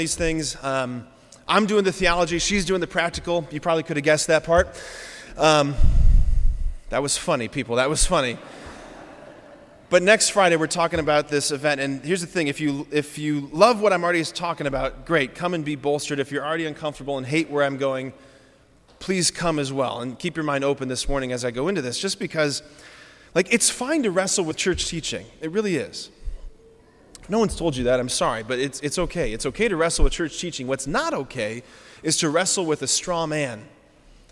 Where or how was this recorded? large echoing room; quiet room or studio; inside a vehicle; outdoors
large echoing room